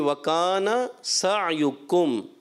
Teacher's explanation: جب یہاں وقف کریں گے تو ادغام شفی کا قاعدہ ختم ہو جائے گا. اب ادغام شفی نہیں کریں گے، یہاں اظہار کریں گے. ٹھیک ہے، یعنی وکانا سعیکم، صرف وکانا سعیکم لمبا یعنی غنہ نہیں کریں گے.